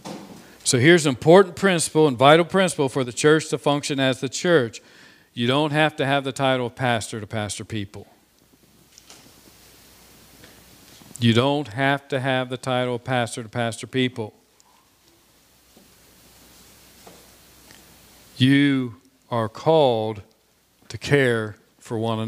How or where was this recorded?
large echoing room